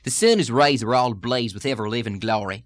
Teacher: the hillbilly sound with the nasal sound, the intrusive R's